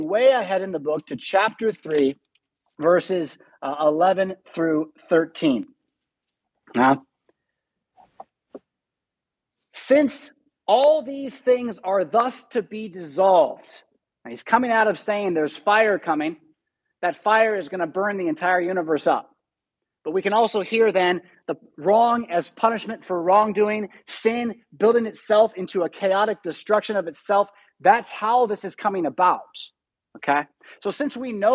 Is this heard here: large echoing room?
yes